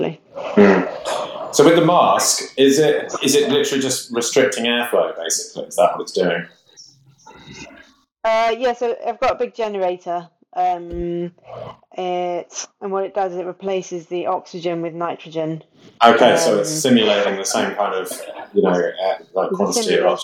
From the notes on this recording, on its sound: The audio quality is fairly poor on this one.